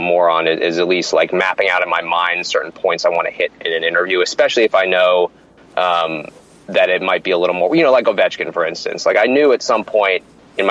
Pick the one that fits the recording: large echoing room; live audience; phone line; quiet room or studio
phone line